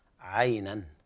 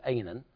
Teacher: عين تكون صافية بعيدة عن مخرج الهمزة · Shown in: first take